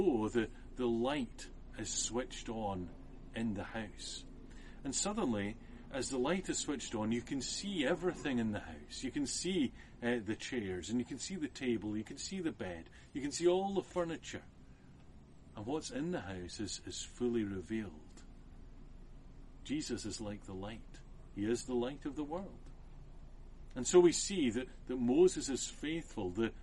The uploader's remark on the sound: this sermon was recorded outside and suffers from some wind noise.